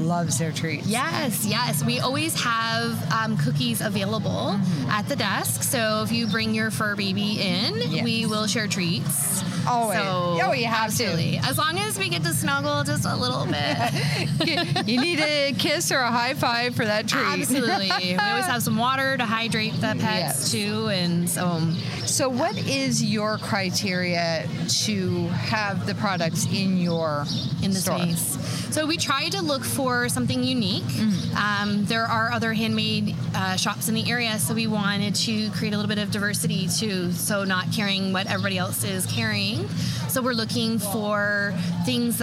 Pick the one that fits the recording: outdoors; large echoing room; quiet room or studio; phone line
outdoors